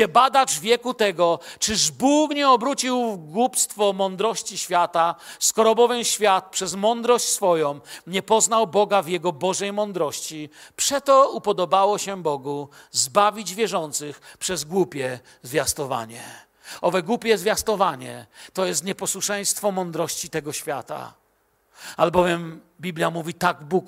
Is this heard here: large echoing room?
yes